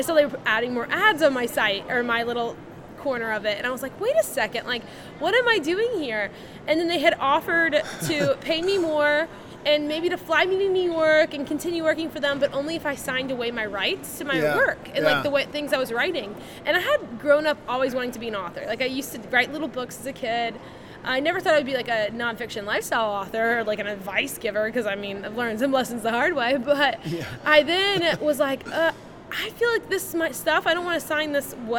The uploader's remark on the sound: LIVE from CPE 2022!